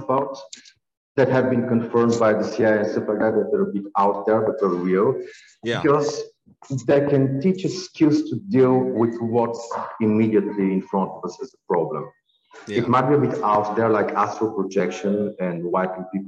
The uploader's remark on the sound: I apologize for the rough audio on this episode, i cleaned it up as much as i could.